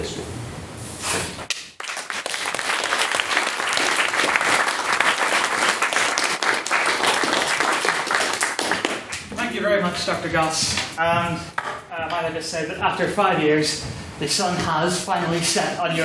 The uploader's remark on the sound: the recording of the third Ordinary Meeting of the 169th Session of the Queen's University of Belfast Literary and Scientific Society